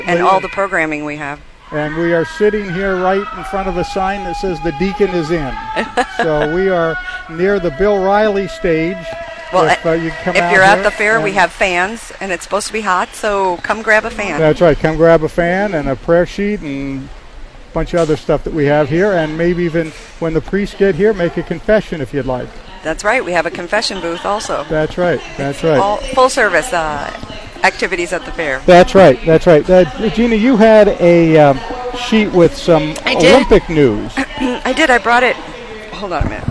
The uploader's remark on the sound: Live from the Iowa State Fair 2021